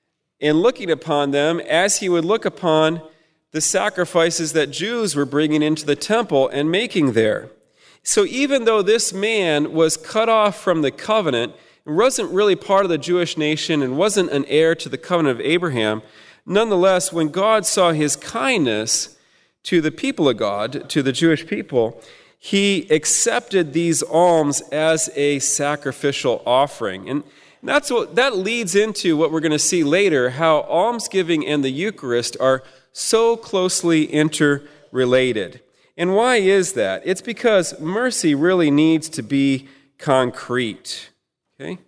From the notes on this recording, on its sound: At the 2016 Fullness of Truth Conference. Held at Prince of Peace Catholic Church in Houston, Texas, from June 24–25, 2016.